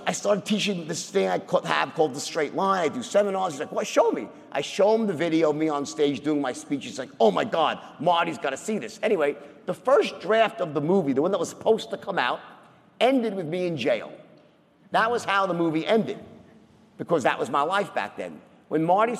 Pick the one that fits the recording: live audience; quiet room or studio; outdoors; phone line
live audience